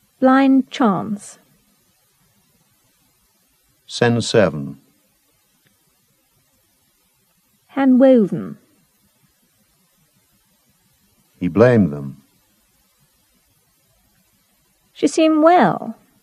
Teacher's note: The omission of D before other consonants